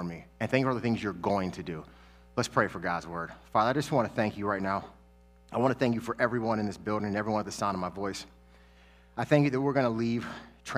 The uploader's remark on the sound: Sermons that he preached at New Life Church in Lakewood, Ohio.